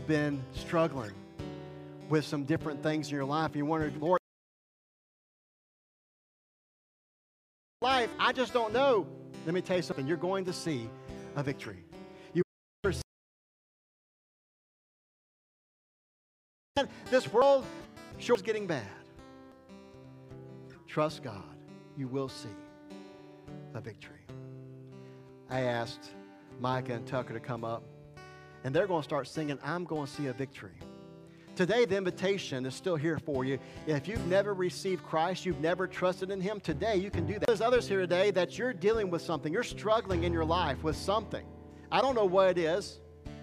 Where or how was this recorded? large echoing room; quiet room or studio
large echoing room